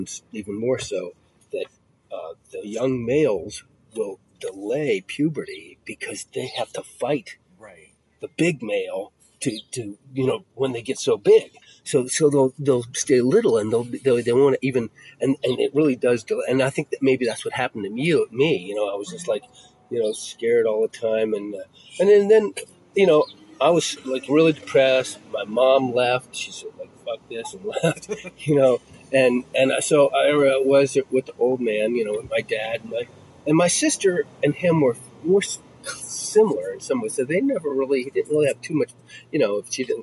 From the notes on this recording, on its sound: sit outside a coffee shop in LA